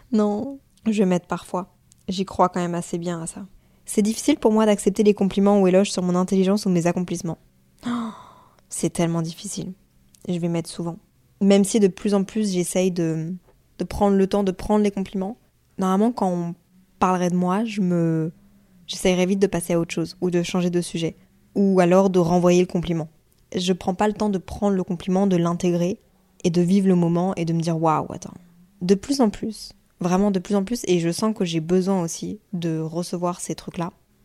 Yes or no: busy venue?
no